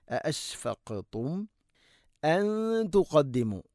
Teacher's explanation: മീമു സാക്കിനേക്ക് ശേഷം ഹംസ വരുമ്പോൾ ഇദ്ഹാറാണ്, വെളിവാക്കി ഉച്ചരിക്കണം